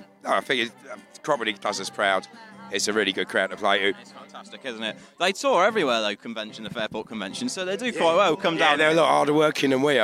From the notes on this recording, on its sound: interviewed the crowd